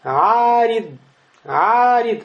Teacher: после айн алиф. Этот алиф придает долготу. · Term: естественная долгота